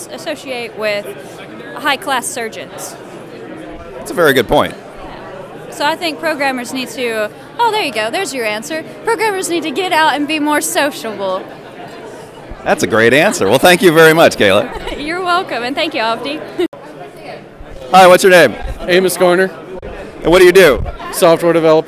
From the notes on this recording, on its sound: More Micro-interviews from the codestock 2019 conference